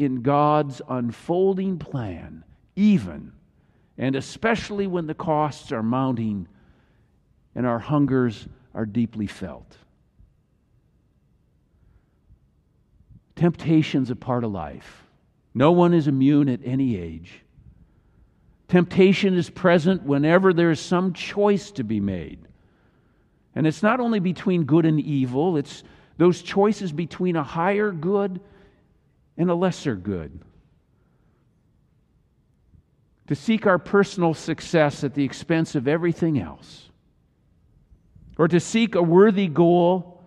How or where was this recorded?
large echoing room